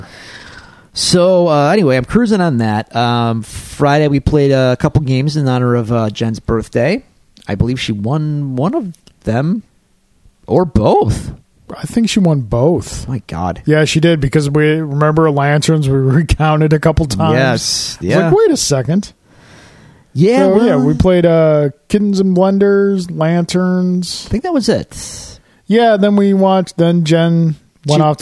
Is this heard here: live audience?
no